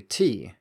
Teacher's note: when you answer this question, you will use a falling pitch and say tea, usually followed by please or something else to make it sound softer or more polite.